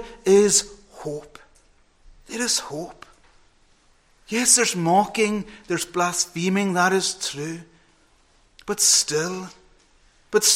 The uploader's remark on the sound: Saturday evening preparatory service. Recorded at North Harris Free Church on the evening of Saturday 17th September 2022.